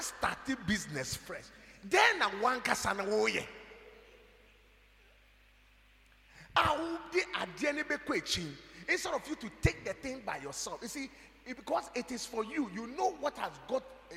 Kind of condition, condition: setting, large echoing room